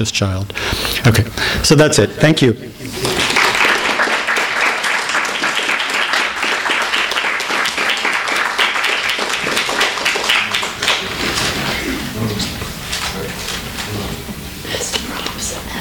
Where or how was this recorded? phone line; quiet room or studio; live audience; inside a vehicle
live audience